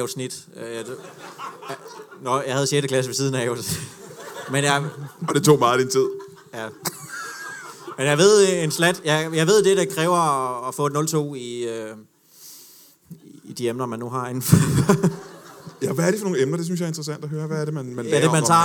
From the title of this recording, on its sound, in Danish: LIVE fra Comedy Zoo Aarhus